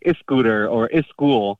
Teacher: when people said like words, like English words, they would always add like the is sound in front of them